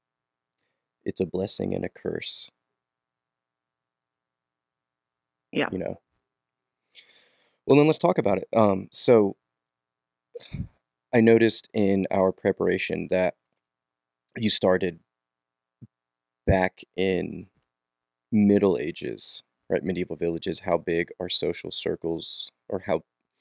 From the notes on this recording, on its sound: Internet connectivity was a bit sketchy during our recording, and I am still figuring out the mono rather than stereo of certain parts of our audio.